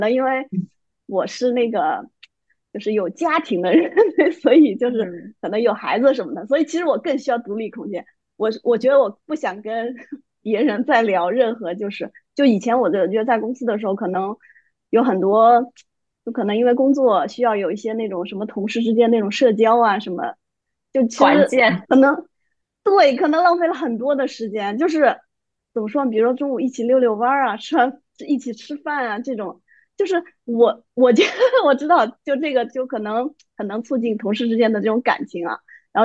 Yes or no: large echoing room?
no